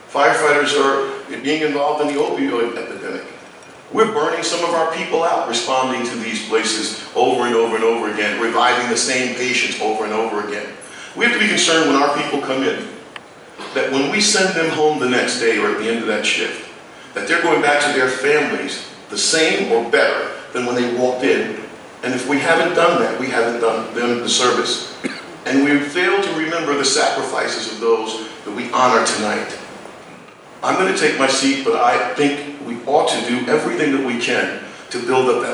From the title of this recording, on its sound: 2018 CT Fallen Fire Fighters Memorial Dinner Keynote Address